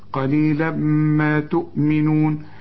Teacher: قليلا تنوين وبعد ميم إدغام كامل بغنة